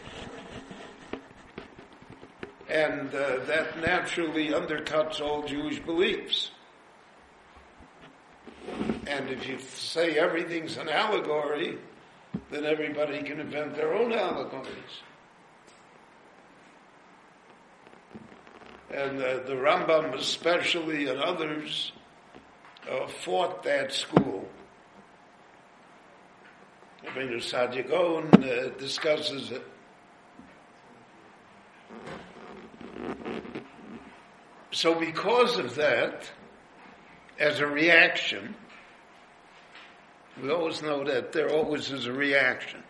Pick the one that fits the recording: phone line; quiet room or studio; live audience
live audience